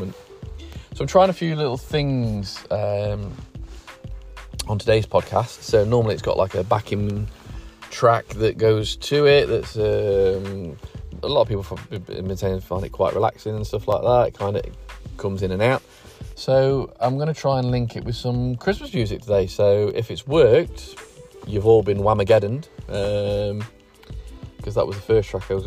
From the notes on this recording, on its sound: out in the car